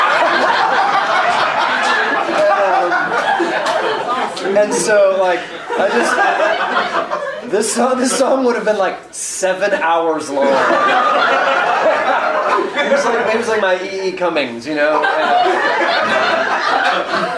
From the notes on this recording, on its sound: Recorded at Hutchmoot 2012.